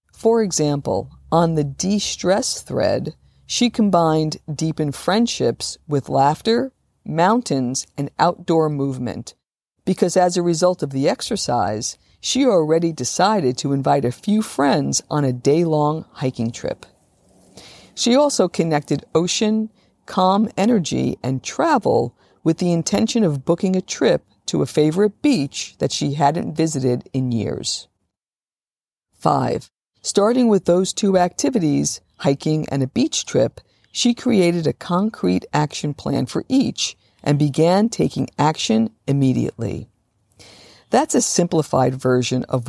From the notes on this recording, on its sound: This show is a Walking the Talk Vancast , a portable episode that’s informal and casual, recorded on the go. Happy to be back outside enjoying a cool spring day.